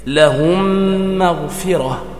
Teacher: اثنان الإدغام مع الميم، ويسمى إدغام مثلين صغير، فتدغم الميم في الميم بحيث تصيران ميما واحدة مشددة